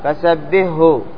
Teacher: بعض الناس ربما قال فسبهه يعني أضغم الحاء في الهاء، وهذا خطأ